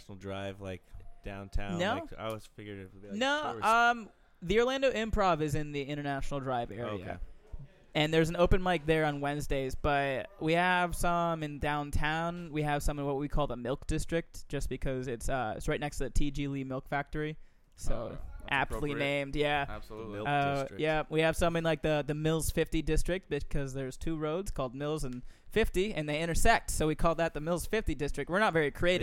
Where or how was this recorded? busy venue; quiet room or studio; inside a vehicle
busy venue